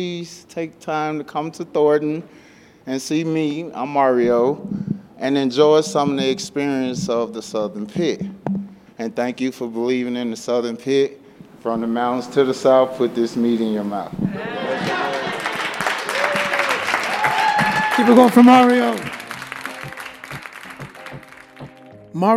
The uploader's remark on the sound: Recorded February 2023 at Rag + Bale in Denver.